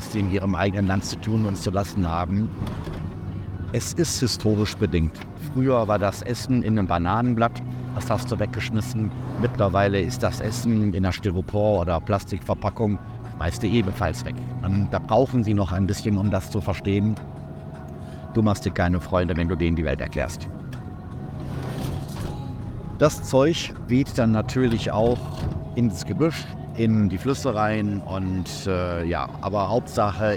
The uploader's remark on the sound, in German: Ich beschreibe LIVE während der Fahrt mit allen Umgebungsgeräuschen diese bisweilen abenteuerliche Erfahrung. Steig mit ein auf den kleinen Road-Trip durch Bolivien.